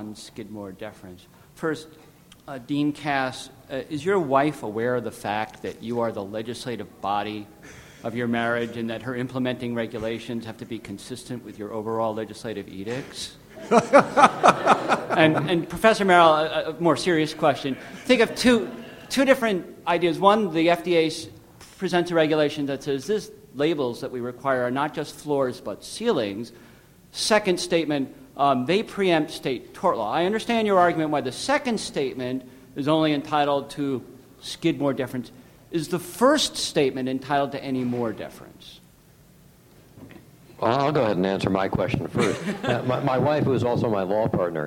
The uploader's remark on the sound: The Federalist Society's Administrative Law Practice Group presented this panel discussion at the 2006 Annual National Lawyers Convention.